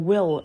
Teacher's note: âm l cong lưỡi